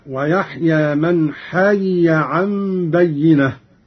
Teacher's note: قرأ قالون بفك الإدغام هكذا: ويحيى من حي عن بينة.